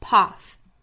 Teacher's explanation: 要把舌尖伸出来去摩擦上排牙齿，这是一个清辅音，所以发音的时候气流从齿和舌之间